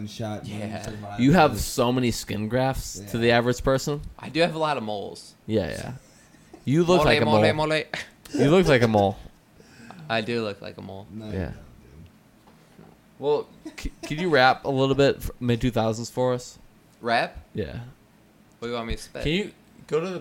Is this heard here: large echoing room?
no